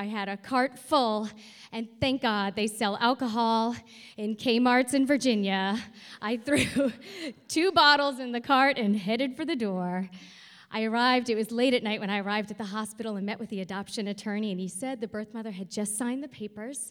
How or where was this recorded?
live audience